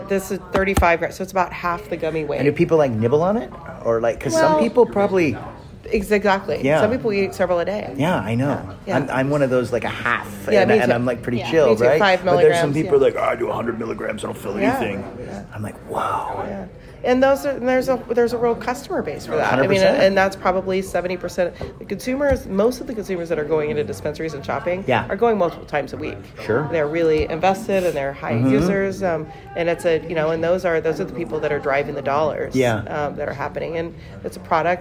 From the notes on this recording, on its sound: on-site interview recorded in Miami at the Benzinga Cannabis Capital Conference